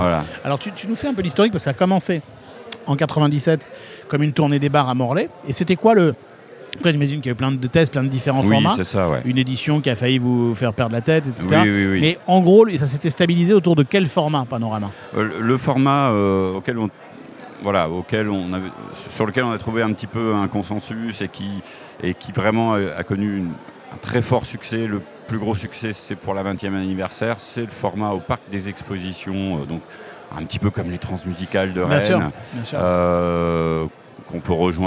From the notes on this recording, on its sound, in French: Dans cet épisode enregistré lors du MaMA